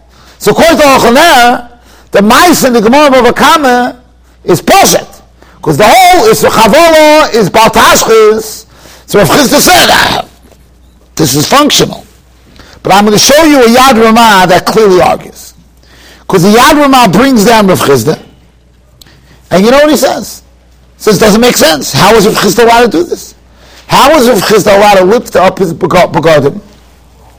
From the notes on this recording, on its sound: Shiur recorded in Yeshivas Ohr Reuven, Monsey, NY.